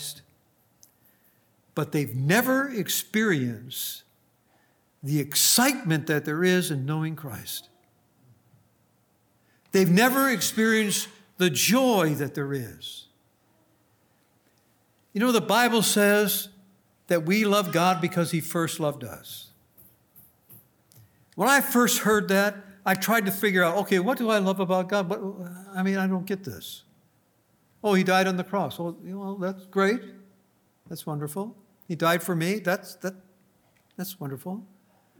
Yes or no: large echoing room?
yes